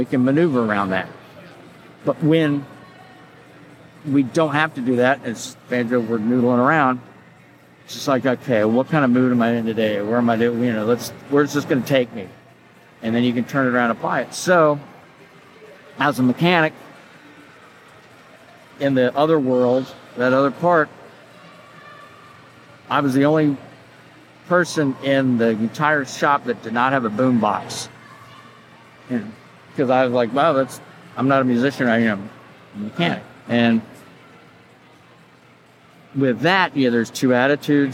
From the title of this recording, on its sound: IBMA "Man on the Street" Interviews!